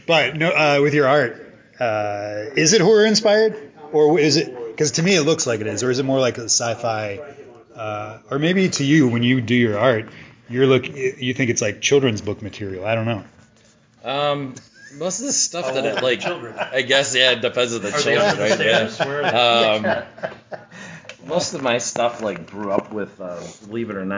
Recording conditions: busy venue